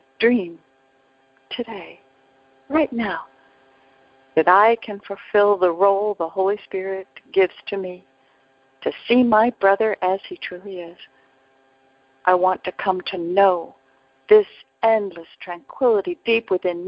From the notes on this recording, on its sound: ACIM Daily TEXT Conference Call.